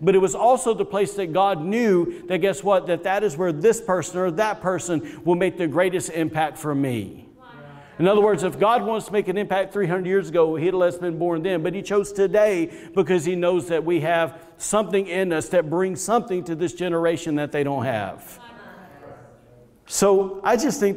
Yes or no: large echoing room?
yes